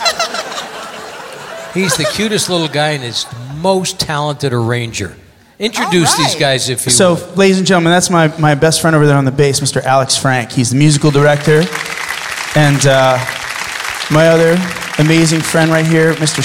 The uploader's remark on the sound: Live at the South Point 03-02-2017